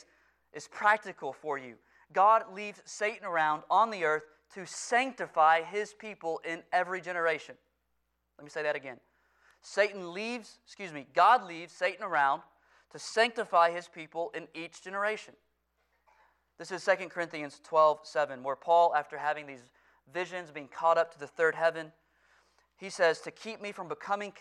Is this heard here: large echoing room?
yes